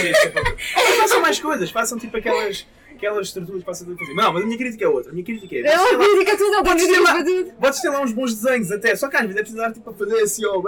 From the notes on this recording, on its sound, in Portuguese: Pedimos desculpas pela qualidade do Áudio.